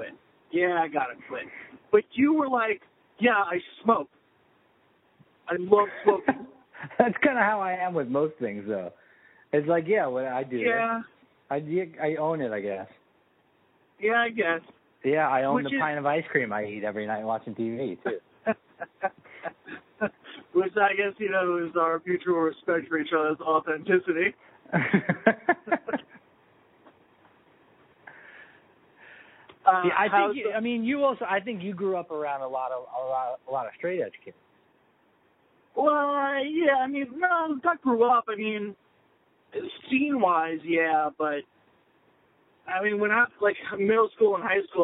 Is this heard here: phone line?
yes